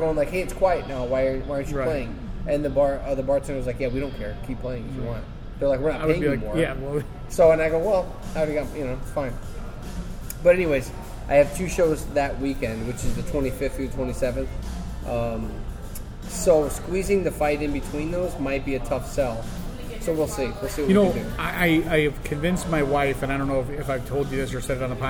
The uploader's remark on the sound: This episode was recorded on Thursday, August 17th, 2017 at #RegionAle in Schererville, Indiana.